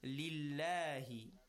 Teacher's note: But then if there is Kasra before the Lam of Allah, the last Haraka before Allah is Kasra, we give Tarqiq. We flatten the recitation of Lam of Allah.